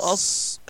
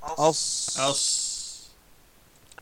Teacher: أما لو قلت أص تجد أن الفم مليء بالهواء واللسان مرتفع من الخلف · Term: الصاد